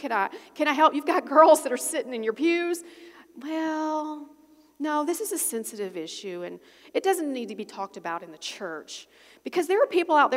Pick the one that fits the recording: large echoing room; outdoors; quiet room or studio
large echoing room